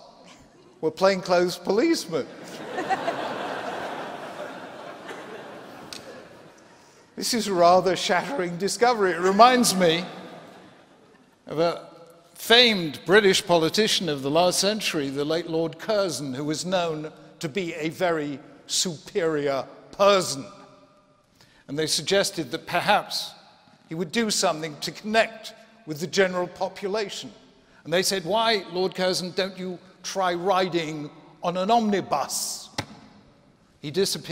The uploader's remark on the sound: 2016 Templeton Prize Ceremony